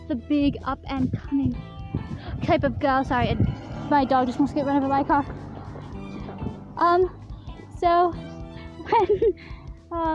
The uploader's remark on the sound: we walk around an insane asylum